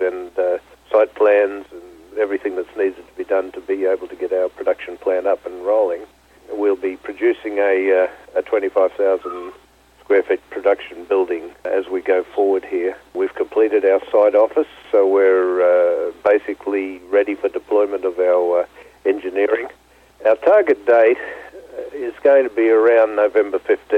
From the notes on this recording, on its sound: called in to SmallCapVoice